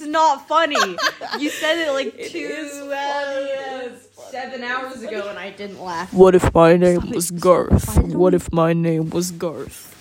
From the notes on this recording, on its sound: Two crackheads and no microphone.